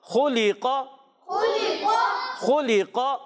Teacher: قاف میں قلقلہ بھی کریں گے، آواز لوٹ کر آئے گی · خا اور قاف موٹا، لام باریک رکھیں گے